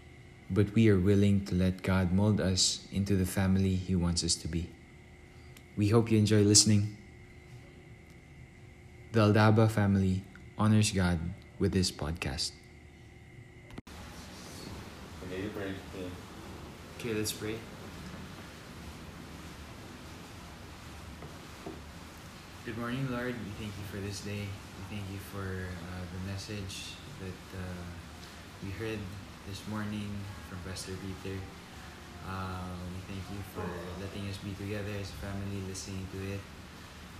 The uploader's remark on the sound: I apologize in advance if the audio is bad.